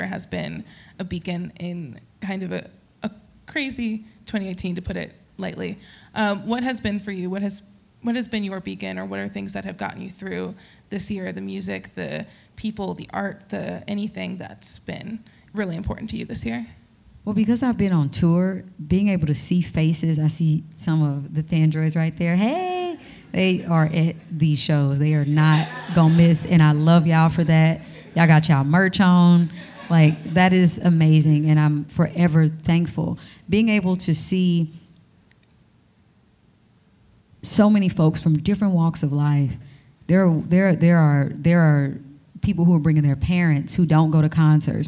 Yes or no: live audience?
yes